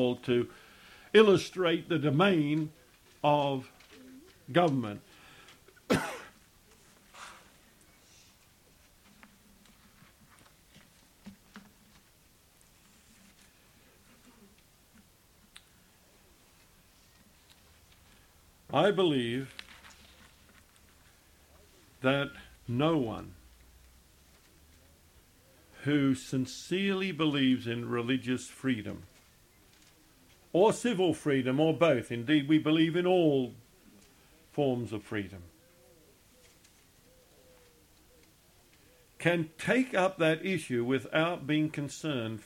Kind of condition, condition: setting, large echoing room